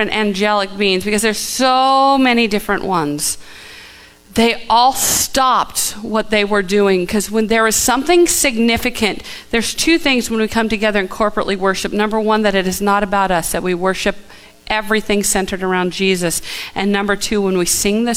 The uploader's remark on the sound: Live from The Summit Church in Dover, OH